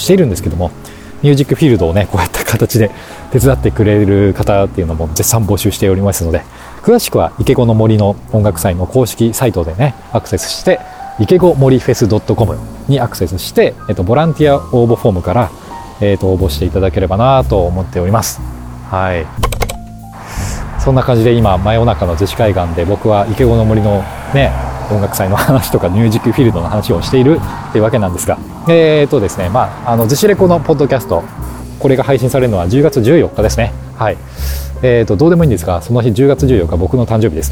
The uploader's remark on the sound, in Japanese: ロケ地：真夜中の逗子海岸。真夜中の 浜に響くは 波の音…。